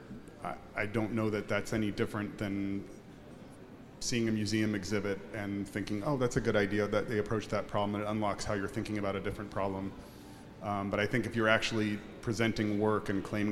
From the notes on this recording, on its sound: Speaking live from Milan Design Week 2023